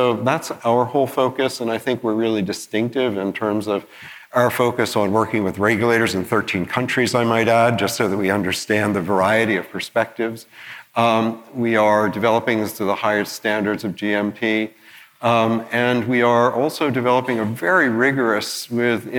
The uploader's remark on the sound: Panel Conversation. This was recorded on the main stage at the 2019 CNS Summit which was held in Boca Raton, Florida.